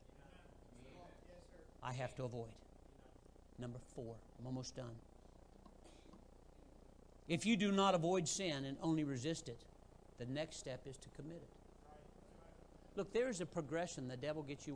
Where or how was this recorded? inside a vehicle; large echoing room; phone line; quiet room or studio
large echoing room